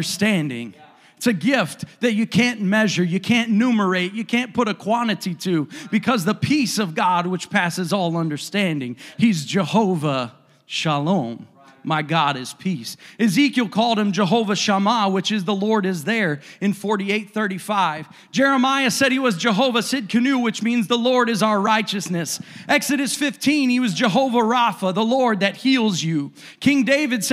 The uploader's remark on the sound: a service recording from Connect Point UPC